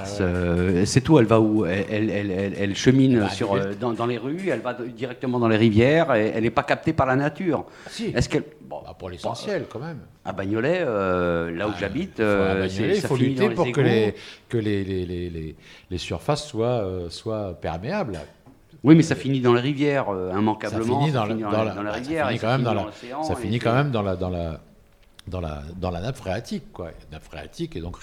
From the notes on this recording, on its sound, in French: Émission de radio en public. Au café solidaire, 1 rue de la Solidarité - 75019 Paris, dans la cour-jardin (Métro Danube ou Ourcq).